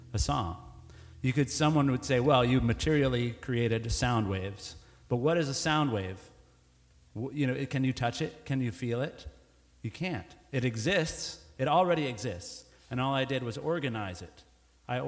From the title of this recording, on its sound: Recorded Live.